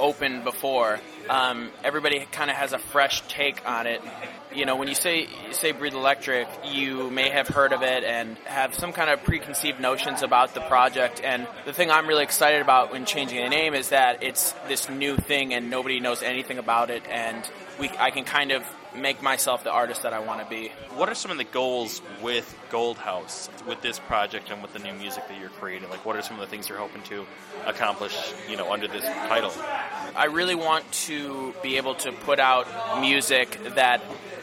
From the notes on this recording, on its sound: recorded at the Beat Kitchen post-soundcheck